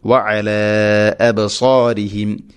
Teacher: അബ് ബാഇന് ഖൽഖല ചെയ്യണം.